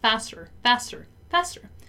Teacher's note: In American English, we normally say faster without pronouncing the T